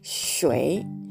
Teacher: 目の文字が、えー、日本語で読むと泉という文字になるんですが、チュエン、チュエンという文字になります。発音記号は QUAN で、えー、第2声、下から上にずり上がる音になります。主演。そして最後の文字がですね、シュエイ。前回も出てきました。水という文字になります。シュエイ。shui。これはあの第3声ですので低い音になります。sh という音はですね、舌を口の中で反り上げて、その両脇から、下の両脇から息を漏らす感じで発音します。シュエイ。はい。で、あの前回もこれあの解説したんですが、これあの SHUI というふうに、えー、母音の部分ですね、UI というふうに綴っていますが、実はこの U と I の間に E が隠れていて、30母音になります。シュ